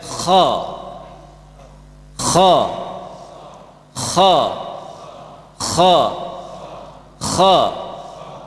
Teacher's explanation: Kha dan ghain huruf isti'la. Ketika antum mengucapkan kha dan ghain, ini lidahnya dinaikkan ke atas untuk menebalkannya.